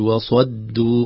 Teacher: الصاد مستعلية مفخمة مطبقة يعني لها قوة، لابد أن نخلص حرف الدال من هذا التفخيم، نقول وصد، خف نقول وصد تصبح كأنها حرف الضاد أو قريبة من الضاد.